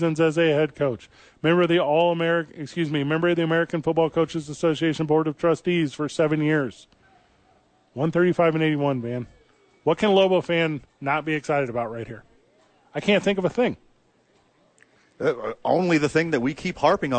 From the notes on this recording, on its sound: live from the YMCA!